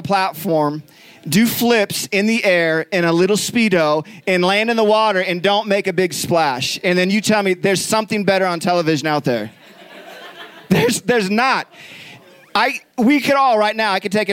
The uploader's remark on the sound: Recorded live from Summer Camp 2021 at Faith Heights.